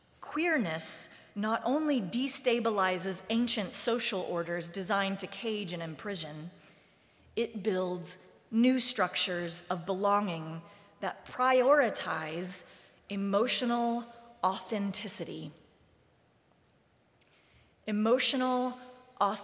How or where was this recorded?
large echoing room